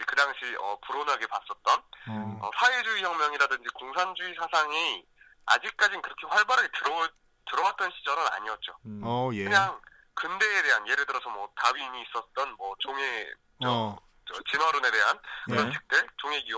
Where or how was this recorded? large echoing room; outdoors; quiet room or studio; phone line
phone line